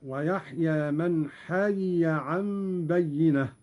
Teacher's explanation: ياء مكسورة ثم ياء مفتوحة · Term: فك الإدغام